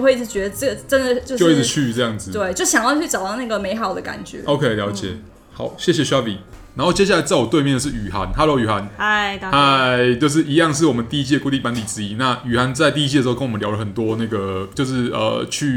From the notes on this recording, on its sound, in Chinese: 錄音地點：Kafemera - 卡菲米朗坊